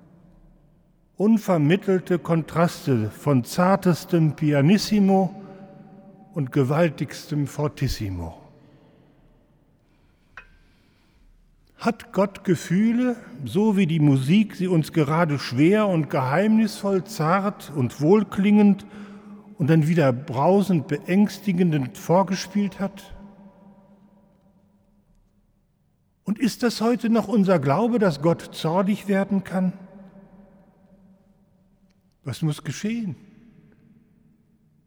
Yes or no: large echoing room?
yes